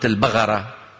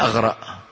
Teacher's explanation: بالسودان نزلوه شوي لمخرج مين؟ الغين